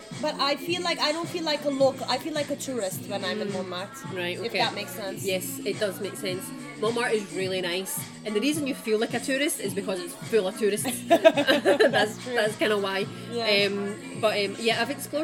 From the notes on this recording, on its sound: We recorded this episode on 17 February 2024, at Paradis du Fruit. We recorded this episode on 17 February 2024, at Paradis du Fruit.